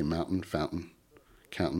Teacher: Philadelphians don't pronounce the T.